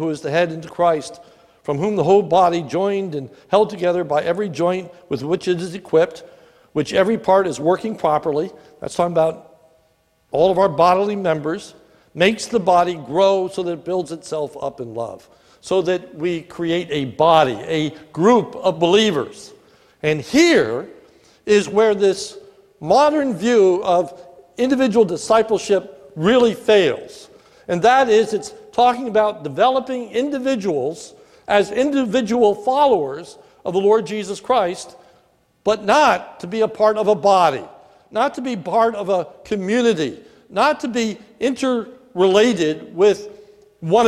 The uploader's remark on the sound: This sermon was recorded at the Lebanon Bible Fellowship Church in Lebanon, PA on 11/03/19 during the evening service